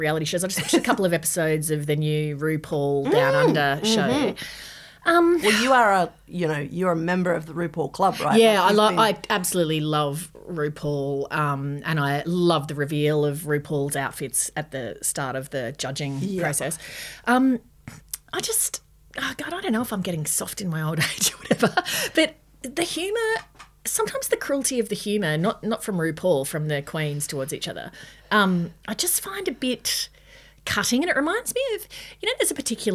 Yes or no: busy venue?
no